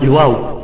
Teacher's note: الواو، واو اللين مخرجها من الشفتين